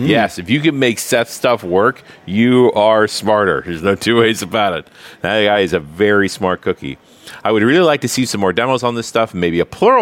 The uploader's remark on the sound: while at the NDC conference in Oslo